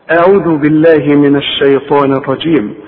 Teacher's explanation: قول اعوذ ورقق العين، العين مضمومه